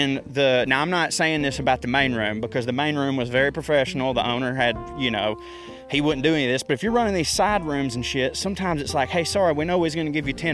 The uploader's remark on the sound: Naturally I ranted into my microphone whilst strolling thru the park.